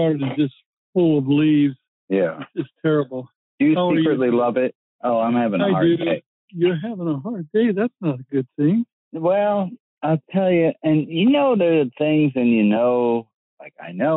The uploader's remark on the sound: Audio quality is okay today (you both sound like you’re on the phone).